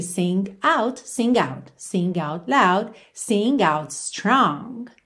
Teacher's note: a gente não ouve quando a gente tem só a palavra sing, sing, mas a gente liga na vogal